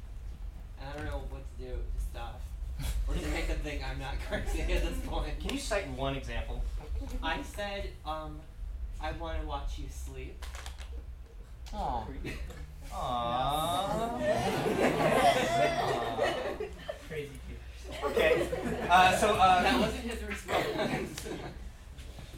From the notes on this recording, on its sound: answer questions from the audience